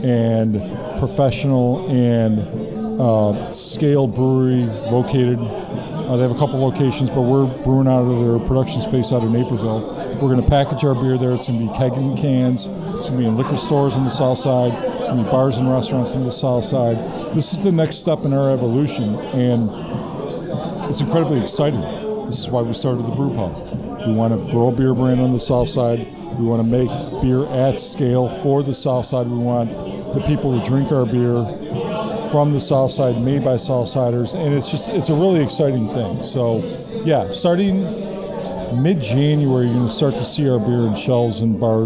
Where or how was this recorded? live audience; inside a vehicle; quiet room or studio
live audience